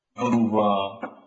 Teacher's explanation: هنا تفخم لأن الراء مضمومة · Term: تفخيم الراء